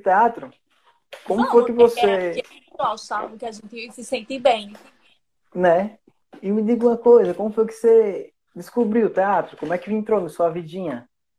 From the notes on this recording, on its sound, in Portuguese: Este episódio surgiu de uma Live no instagram